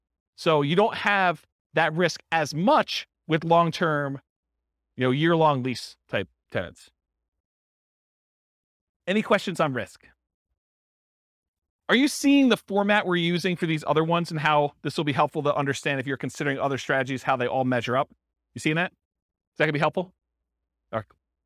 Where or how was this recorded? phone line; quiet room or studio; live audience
live audience